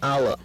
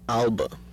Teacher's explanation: Contrast between the alveolar lateral and the velarized alveolar lateral